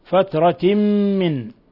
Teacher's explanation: تنوين كسر جاء بعده الميم، الحكم التجويد إضغام بغنة